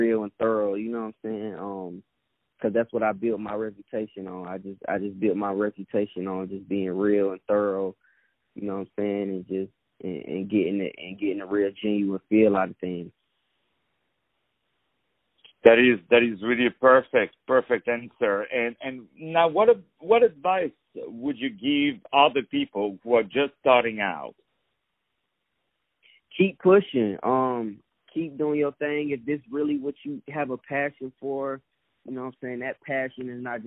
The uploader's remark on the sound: On the phone